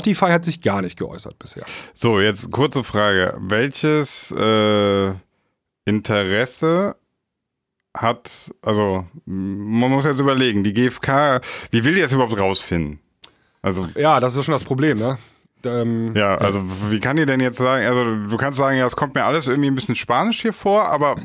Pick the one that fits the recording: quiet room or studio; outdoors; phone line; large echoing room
quiet room or studio